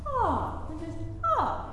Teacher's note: When we open to the ah vowel, it's not like back in your throat, but nice bright ah.